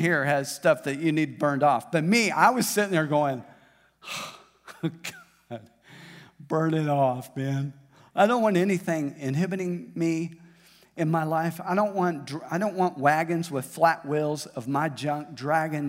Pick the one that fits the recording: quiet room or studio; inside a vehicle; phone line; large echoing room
large echoing room